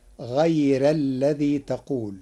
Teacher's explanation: قرأ ورش كلمة غير بترقيق الراء فتصير غير الذي تقول لوجود الياء الساكنة قبلها.